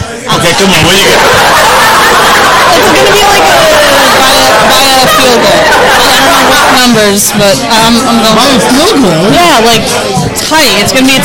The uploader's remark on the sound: Live at the Crazy Horse Saloon in West Palm Beach